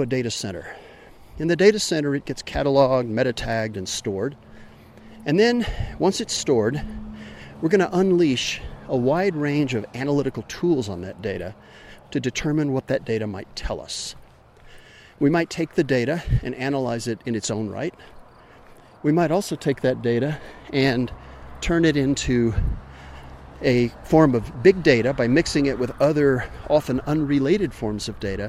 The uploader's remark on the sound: All while hiking in the high country of New Mexico. Sorry for being breathless!